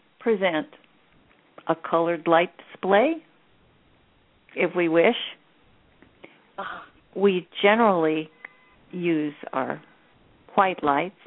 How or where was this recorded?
phone line